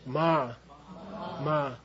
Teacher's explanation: Don't make it high tone. Don't make it mid tone. Make it low.